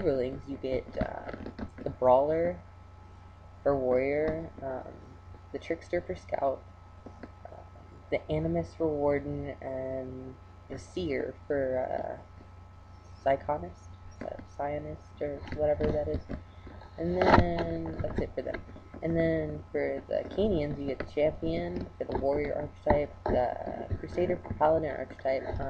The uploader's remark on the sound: Srry for bad audio I didn't have my usual mic.